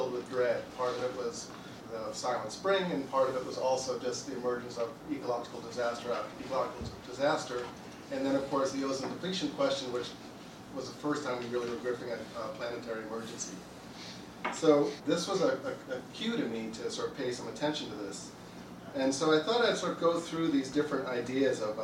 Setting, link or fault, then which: setting, live audience